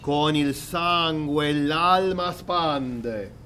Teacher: Get away from ends of bringing the N so soon. All the nasals are coming too soon. So you did, con il sangue l'alma spande, rather than con il sangue l'alma spande.